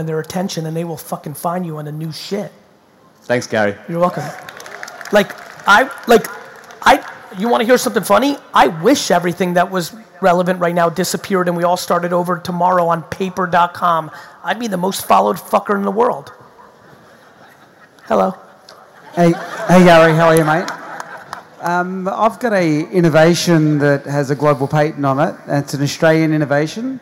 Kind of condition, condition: setting, live audience